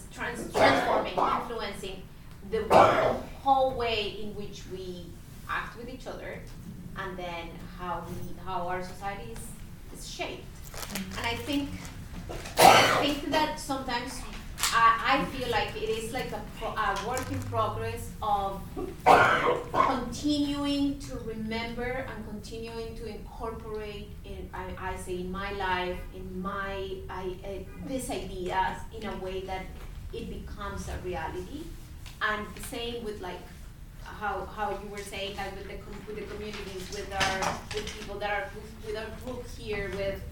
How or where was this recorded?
live audience